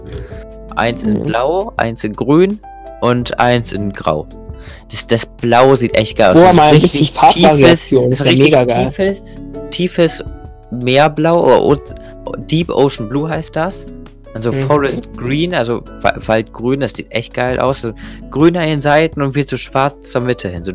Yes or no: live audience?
no